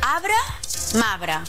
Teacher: De vegades, no es pronuncia la R de determinats mots. Es tracta de casos com ara arbre i marbre, en què generalment no es pronuncia la R de la primera síl·laba.